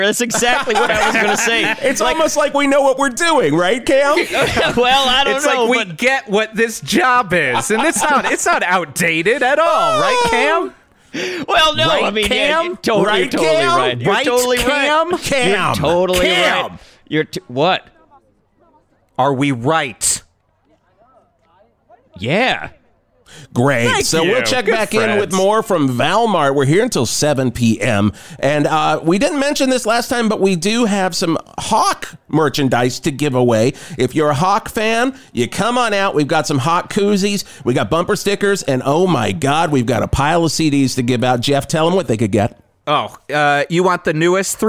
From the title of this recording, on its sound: Live from Val Mart!